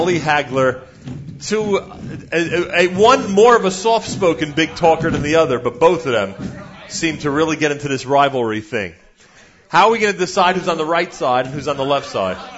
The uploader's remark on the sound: Live from YU and the Sarachek Basketball Tournament